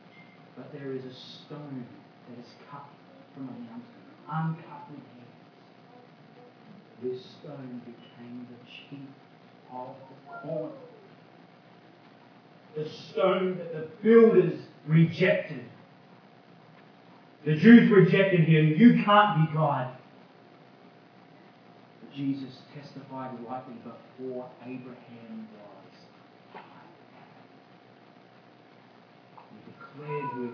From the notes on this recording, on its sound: Audio sermon recorded live from King's Way Christian Fellowship Church Camp 2017.